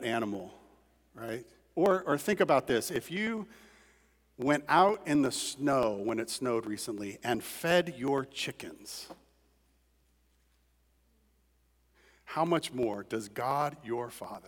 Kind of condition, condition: setting, large echoing room